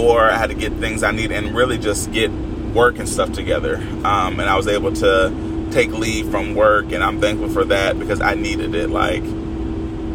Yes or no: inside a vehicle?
yes